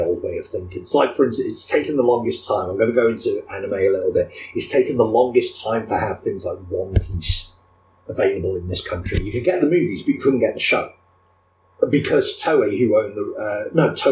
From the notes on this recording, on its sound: There are issues with the audio on this one. I’ve done everything I can to fix this (the show itself is a 2nd stab at recording), but there’s only so much an editor can do.